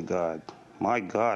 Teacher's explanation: We have guard and God, which have the same sound in vernacular New York City pronunciation